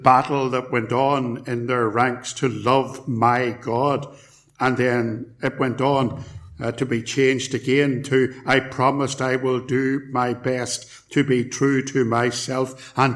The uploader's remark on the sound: Recorded at Templepatrick Reformed Church